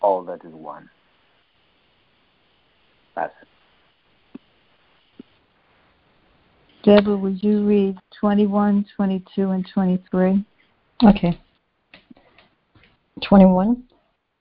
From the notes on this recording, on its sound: joining together on a Free Conference Call